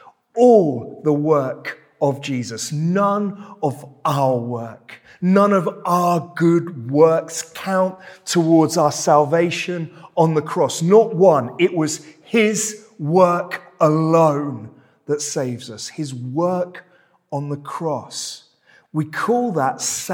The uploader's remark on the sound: This sermon was preached at Welcome Baptist Church on Sunday 2nd July 2023.